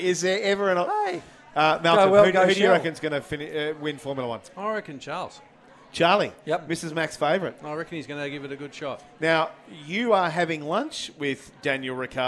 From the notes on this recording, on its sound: We are live from Bells Hotel in the heart of South Melbourne a stones throw away from the AGP circuit.